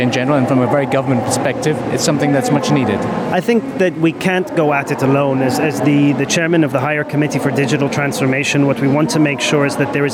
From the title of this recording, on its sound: at the Sharjah Entrepeneurship Festival 2019